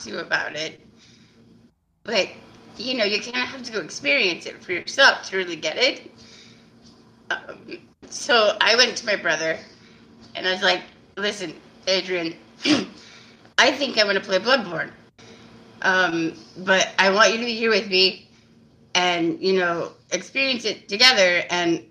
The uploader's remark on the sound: Editor's note: there was some audio echo prevalent in this episode. I think I was able to squash most of it, but if you hear some I'm sorry.